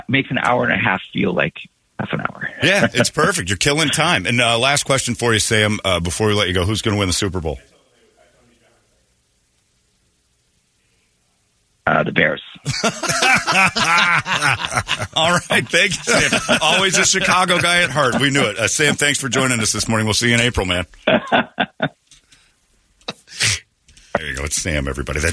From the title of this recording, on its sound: UFest Call